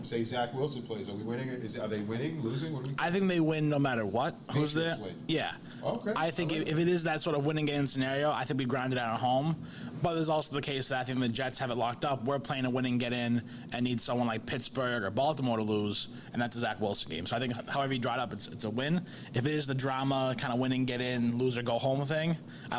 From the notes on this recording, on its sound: Boston Power Hour LIVE at Brockton Beer Company!